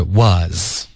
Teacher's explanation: Was 的这个儿化音太重了是 was 不是 were